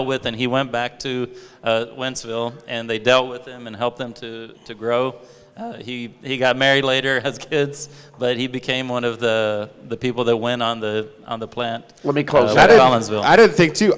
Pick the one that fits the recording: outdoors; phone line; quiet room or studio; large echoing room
large echoing room